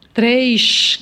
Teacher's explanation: E tem na Zona da Mata, em Juiz de Fora, o chiado